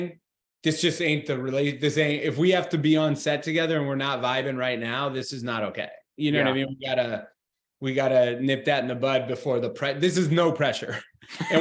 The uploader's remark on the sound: all before Zoom cuts us off